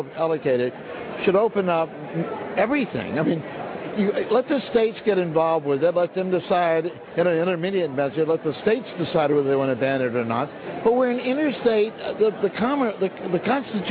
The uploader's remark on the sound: Energy Discussion at CPAC. Interviews attendees at the Conservative Political Action Conference (CPAC).